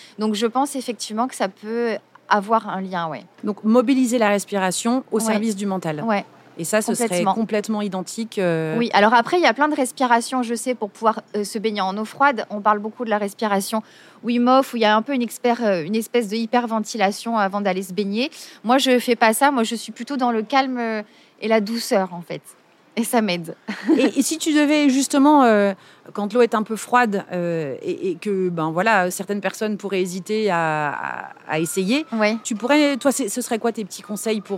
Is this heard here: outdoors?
yes